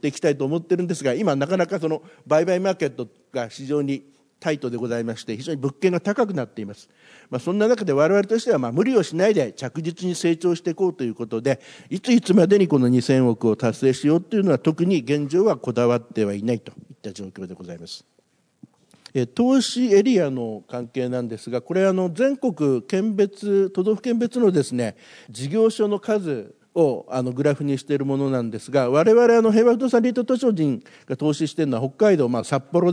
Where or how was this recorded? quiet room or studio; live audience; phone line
live audience